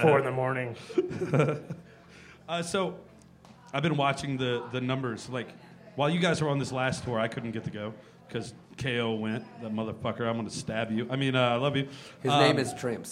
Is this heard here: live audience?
yes